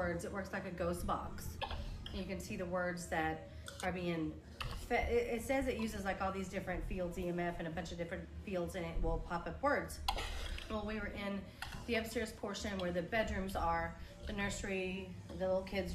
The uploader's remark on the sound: We are live from May Baileys in New Orleans.